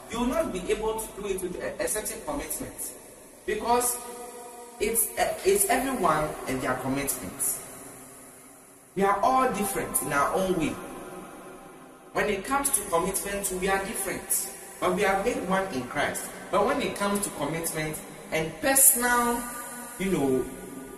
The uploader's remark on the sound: Preached at the TJOTLIMS Conference 2023 at the Love Arena, Accra